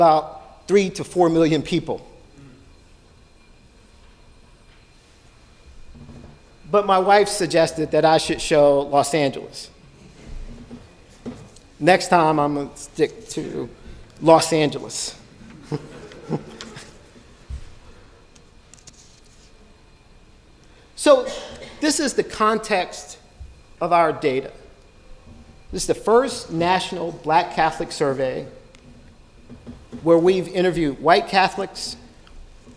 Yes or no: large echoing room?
yes